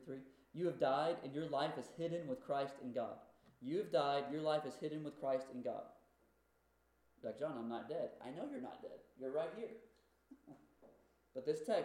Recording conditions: uneven or low level